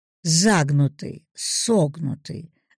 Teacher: Ударение в причастиях, образованных от глаголов с помощью суффикса «т», падает на первый слог.